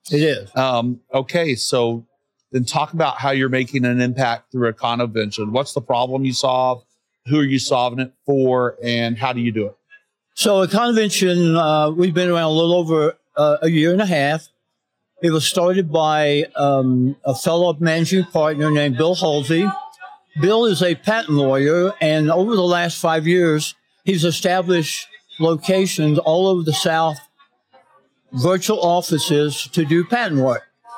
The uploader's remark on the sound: live-recorded conversations at the 2023 Northwest Arkansas Technology Summit